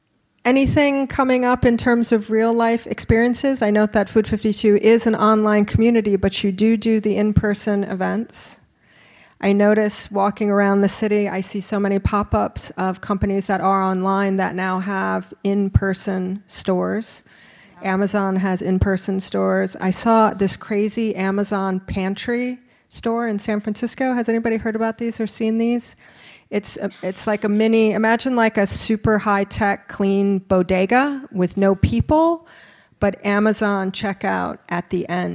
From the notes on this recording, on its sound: General Assembly NYC. A robust Q&A from the live audience.